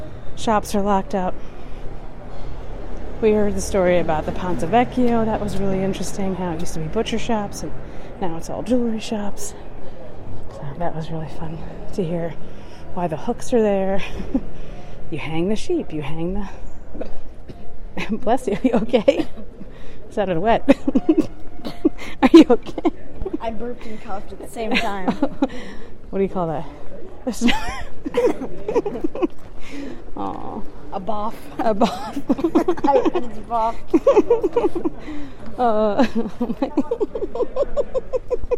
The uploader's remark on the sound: explores the sounds of the city at night while they walk through the streets of Florence